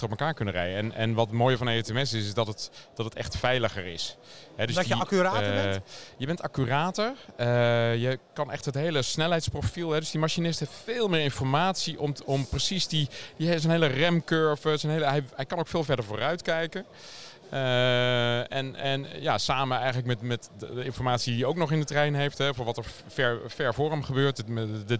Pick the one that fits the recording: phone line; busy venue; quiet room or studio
busy venue